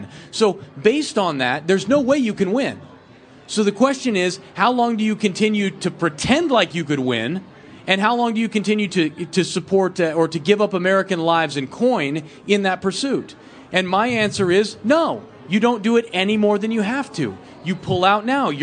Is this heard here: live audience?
yes